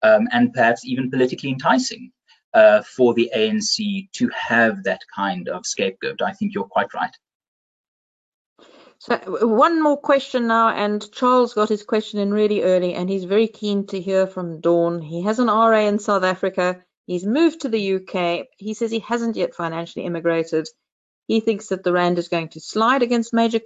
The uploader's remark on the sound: BizNews Finance Friday webinar